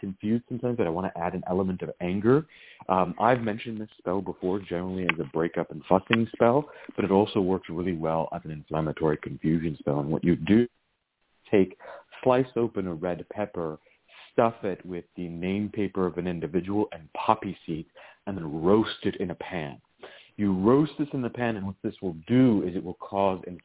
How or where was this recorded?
phone line